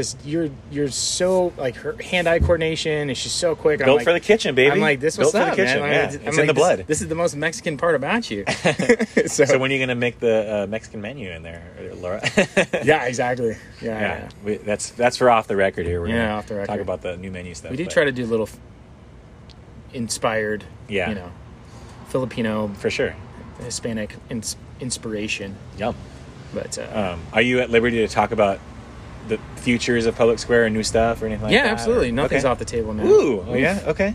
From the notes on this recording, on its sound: imported from my record player, forgive any static and such